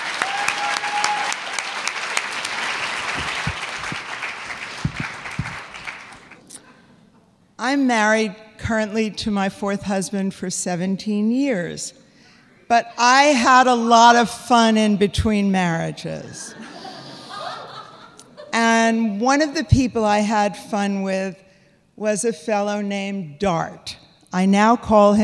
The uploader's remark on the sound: This week, we take a look back at a magical Moth live show.